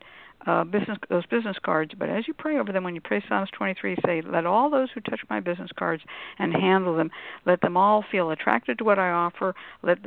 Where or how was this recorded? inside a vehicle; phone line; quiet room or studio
phone line